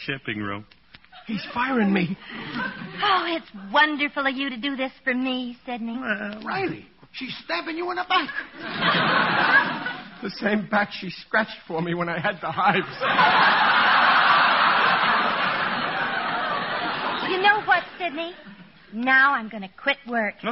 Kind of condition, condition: setting, live audience